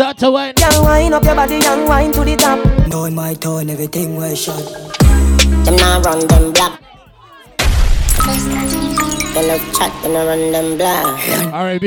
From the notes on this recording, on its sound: BOAT CRUISE LIVE AUDIO